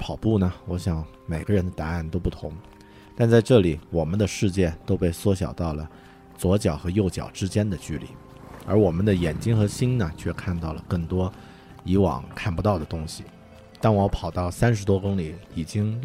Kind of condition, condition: setting, outdoors